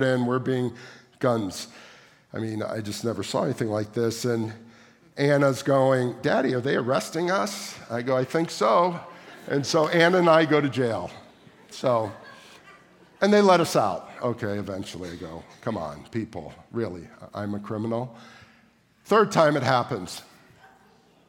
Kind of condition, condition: setting, large echoing room